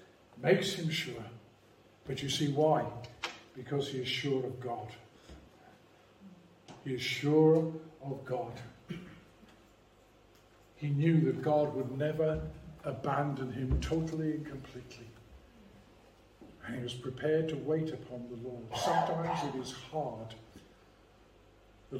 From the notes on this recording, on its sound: preached at Rock of Ages Evangelical Church